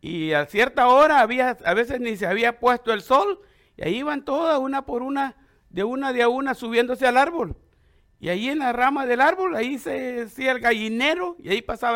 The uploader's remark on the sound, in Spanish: La charla fue grabada en el servicio de Adoración en vivo en la IBSA